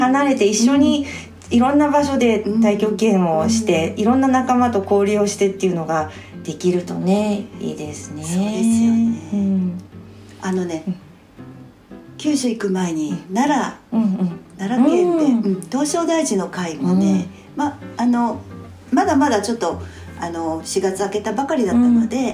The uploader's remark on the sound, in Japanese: 実家のキッチンで話しました。食事の支度をしながらリラックスした録音です。いつもより笑い声がたくさん、録音状況のため聞きづらいところがあるかもしれませんが。